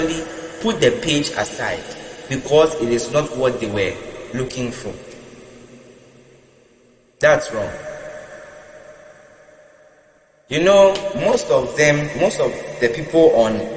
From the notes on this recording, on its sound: Preached at the Love Arena Gospel Encounter Service, LIVE at the Love Arena Church, Accra - Ghana.